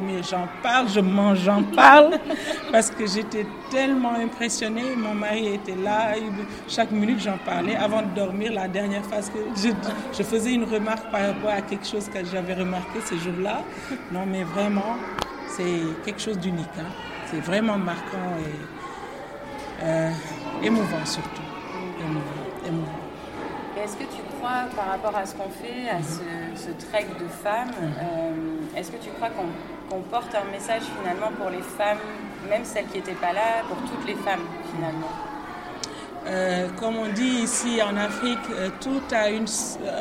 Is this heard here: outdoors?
yes